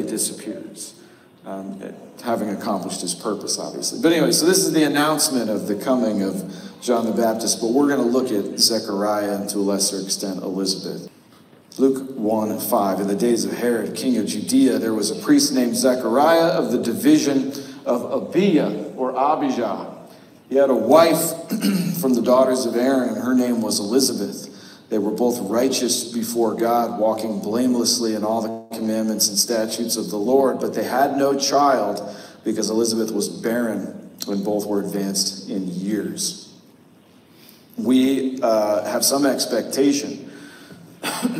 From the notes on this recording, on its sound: The audio had to be pulled from our live stream due to an error with our audio recording device. The cavernous echo is a bug, not a feature.